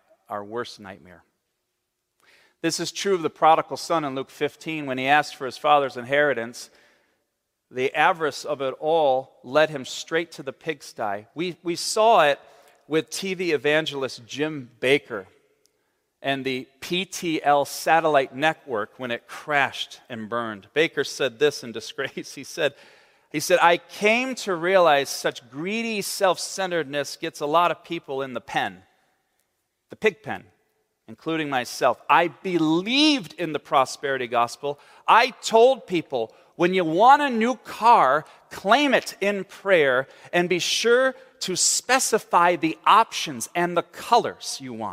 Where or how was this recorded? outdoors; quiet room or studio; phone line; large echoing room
large echoing room